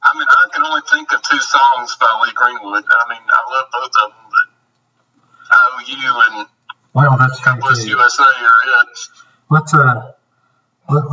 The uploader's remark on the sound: the sound quality is worse